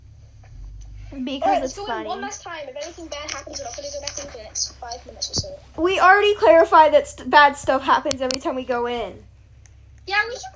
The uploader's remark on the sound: HEADPHONE WARNING